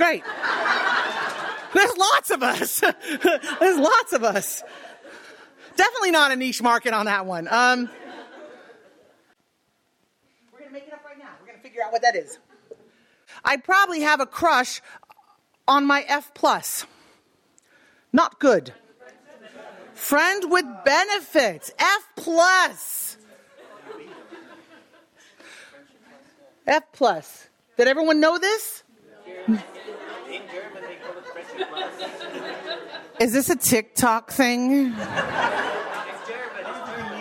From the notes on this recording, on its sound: Recorded in March 2023 at our Berlin show.